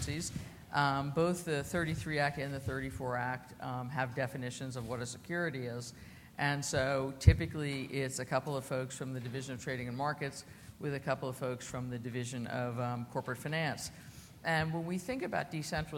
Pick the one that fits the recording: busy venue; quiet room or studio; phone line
busy venue